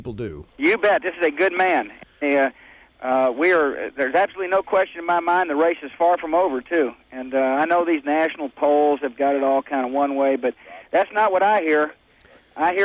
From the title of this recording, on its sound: Calls into the Show